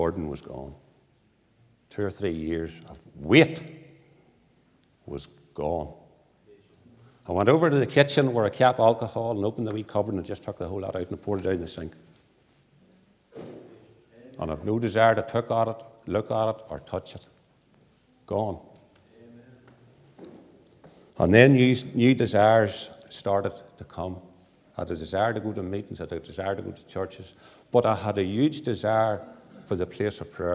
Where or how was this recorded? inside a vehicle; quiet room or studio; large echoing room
large echoing room